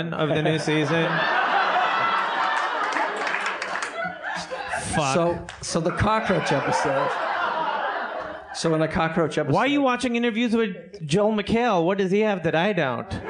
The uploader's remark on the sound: LIVE From Cinefamily!